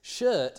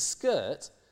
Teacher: shirt is the original inherited Old English word that has undergone palatalization, and skirt is the borrowed word that's borrowed later in the Middle English period that actually hasn't undergone palatalization